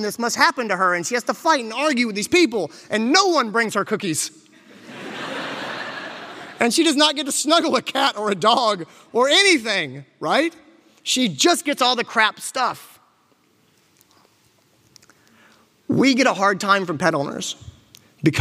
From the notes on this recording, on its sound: Joy and Happiness in Vet Med is an excerpt from a keynote lecture by Dr.